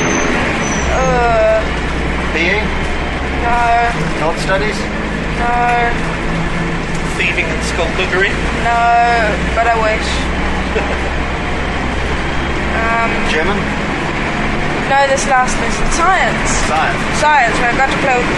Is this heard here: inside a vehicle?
yes